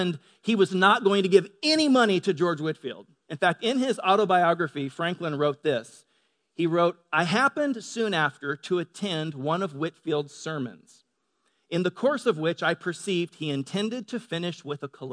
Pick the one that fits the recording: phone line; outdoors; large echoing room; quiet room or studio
large echoing room